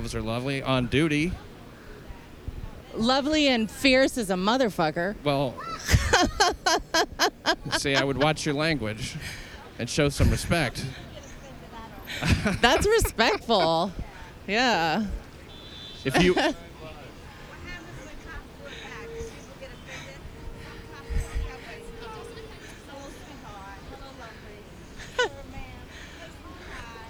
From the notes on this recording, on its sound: GoTopless Day - ON LOCATION. March topless from Columbus Circle through Times Square and finally to Bryant Park where they congregate in a topless rally. Agreed to meet up and go to Columbus Circle to walk along, talk to some of the paricipants.